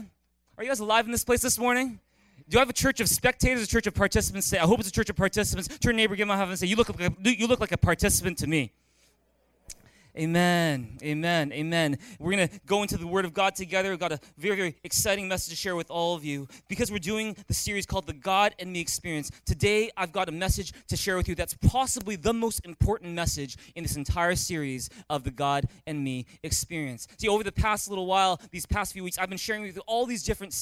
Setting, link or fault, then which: setting, large echoing room